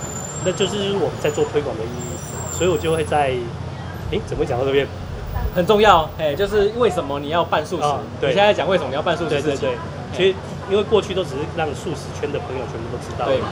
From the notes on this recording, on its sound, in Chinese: 錄音地點：Chen Coffee